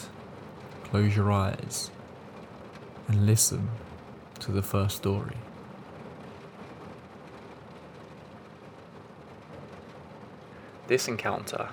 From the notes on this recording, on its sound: Told IN THE RAIN. The rain sounds will continue for around 10 minutes after the stories end.